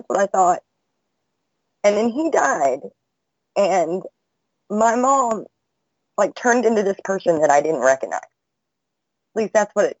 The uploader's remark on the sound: Freedomain Call